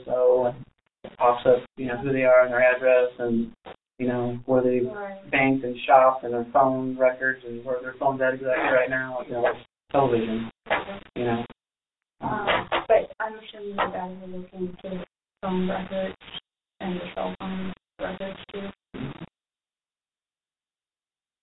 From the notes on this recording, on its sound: This interview was not played in a main episode because the audio quality is almost unlistenable.